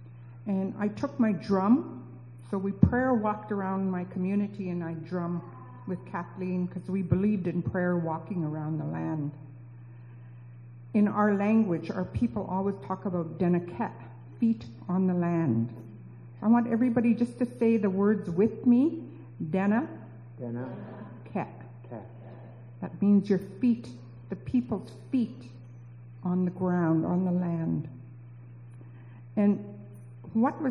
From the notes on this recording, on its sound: we apologize for the poor sound quality